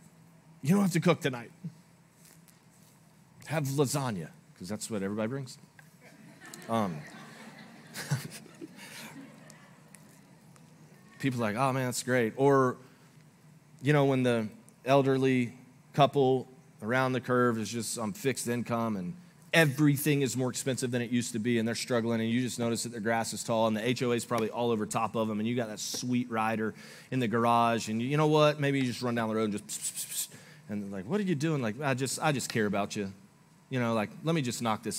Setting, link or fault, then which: setting, large echoing room